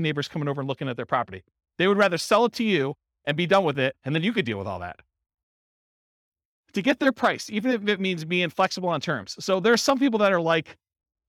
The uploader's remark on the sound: This was a live class recorded. Miramar, Florida.